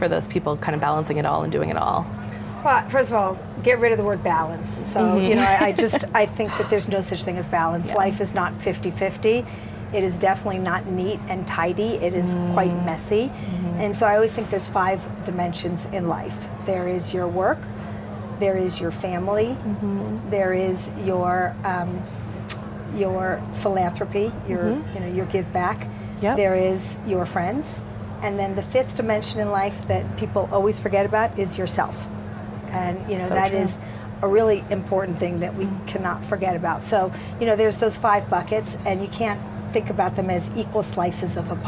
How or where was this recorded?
busy venue